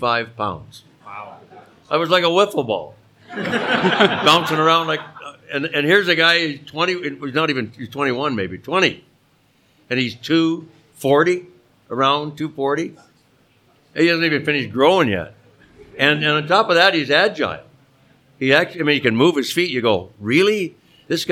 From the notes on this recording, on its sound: the live recording of the show from the third Winged Wheel Podcast Night at the LCA